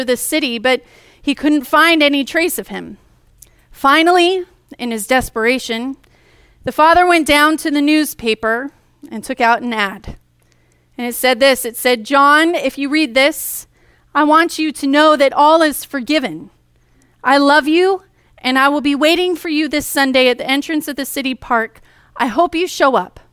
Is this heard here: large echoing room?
yes